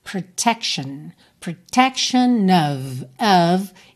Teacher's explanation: T-I-O-N, que a gente não fala chion, chion, tá? Fica shen, shen.